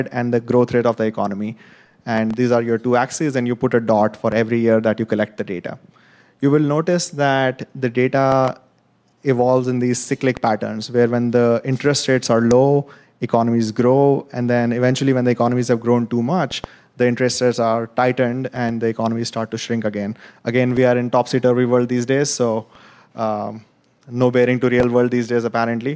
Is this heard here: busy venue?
yes